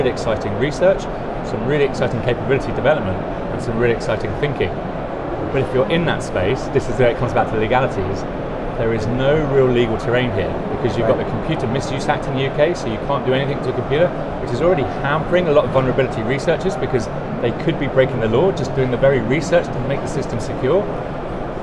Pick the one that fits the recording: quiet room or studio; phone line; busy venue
busy venue